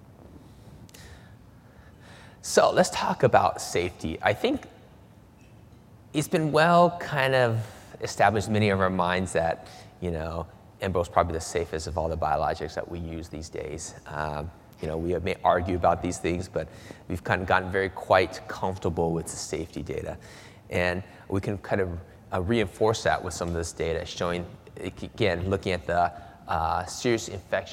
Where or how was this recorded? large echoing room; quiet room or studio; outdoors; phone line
large echoing room